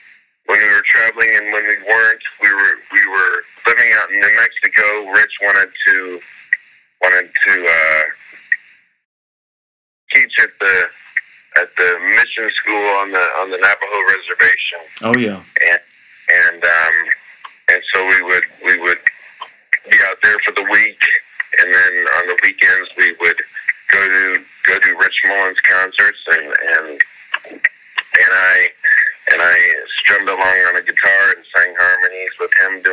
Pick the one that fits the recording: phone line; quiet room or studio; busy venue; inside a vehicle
phone line